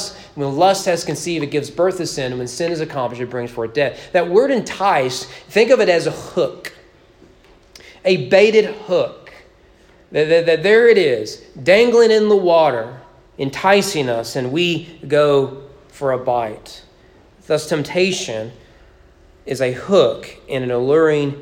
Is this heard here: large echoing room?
yes